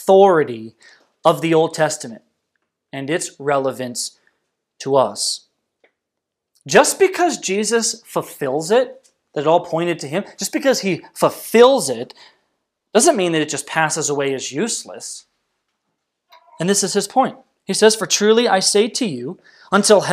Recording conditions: large echoing room